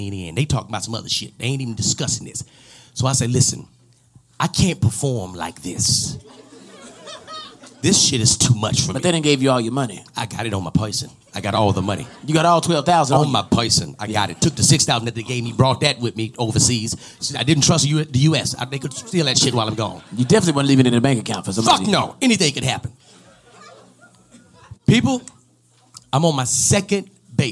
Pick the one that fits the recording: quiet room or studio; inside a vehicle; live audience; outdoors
live audience